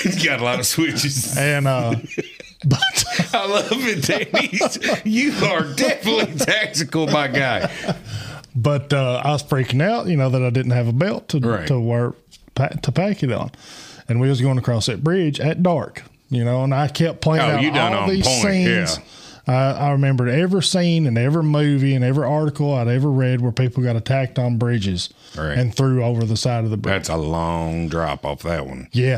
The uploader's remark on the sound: Call in episode. In this episode we get a few phone calls from listeners.